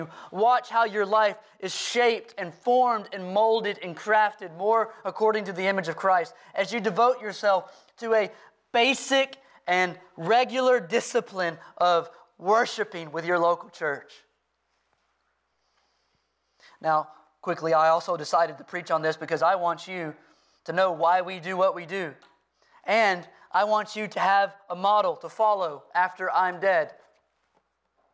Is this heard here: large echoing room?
yes